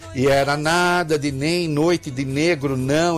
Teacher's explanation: essa consoante nasal alveolar sonora que traduz a negação